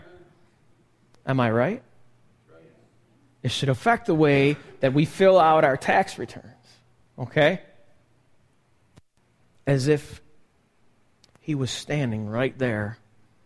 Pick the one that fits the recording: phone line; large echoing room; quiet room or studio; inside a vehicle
large echoing room